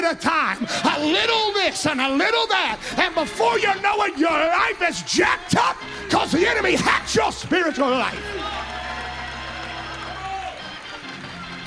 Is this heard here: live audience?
yes